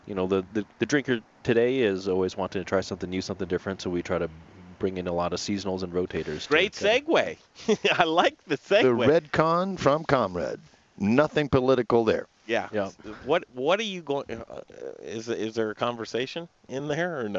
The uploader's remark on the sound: Learn from the BBQ Pitmasters in Denver! Live at Proud Souls Barbecue & Provisions for a BBQ class.